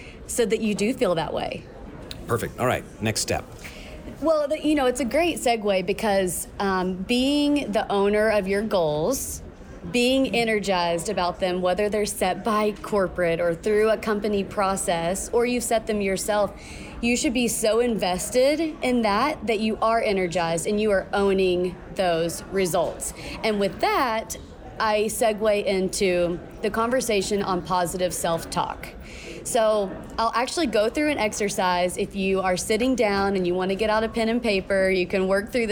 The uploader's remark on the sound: Live from the TTI Success Insights Conference.